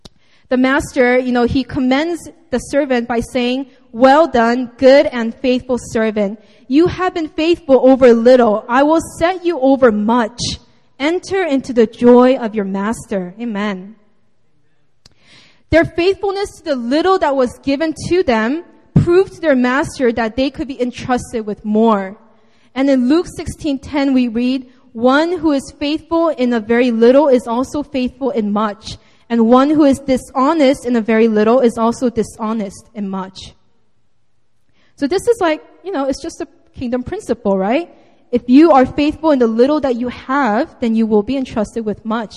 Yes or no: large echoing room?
yes